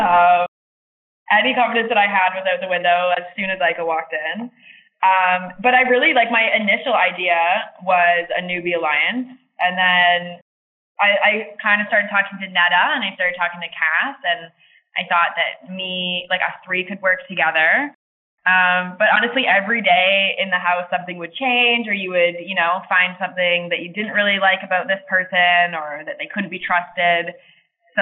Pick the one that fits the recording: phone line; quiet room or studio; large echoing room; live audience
phone line